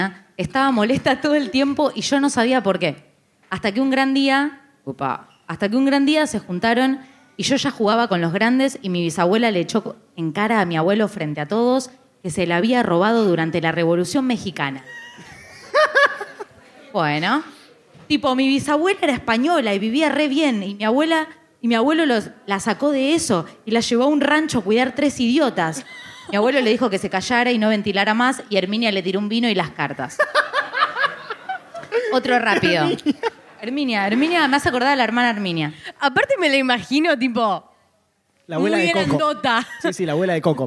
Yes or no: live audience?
yes